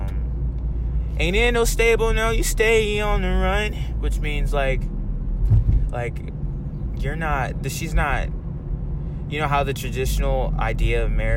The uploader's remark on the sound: I've yet to have a clean episode, smh. During my usual Radon route. My voice is getting better.